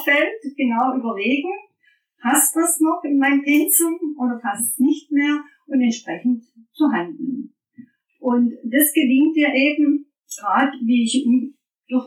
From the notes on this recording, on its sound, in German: Achtung schlechter Ton - da ich die Folge nicht nochmal aufnehmen kann